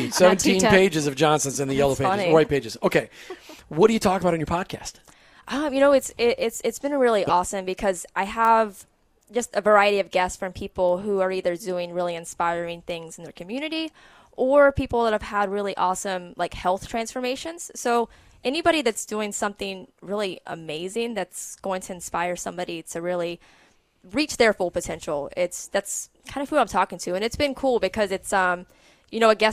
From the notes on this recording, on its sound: on location at Ignite Chiropractic